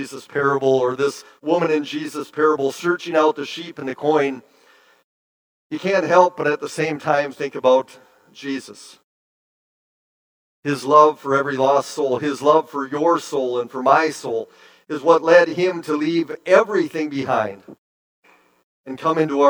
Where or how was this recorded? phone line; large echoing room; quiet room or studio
large echoing room